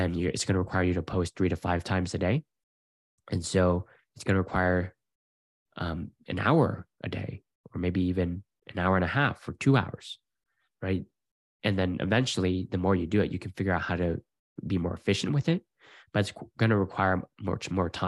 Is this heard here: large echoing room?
no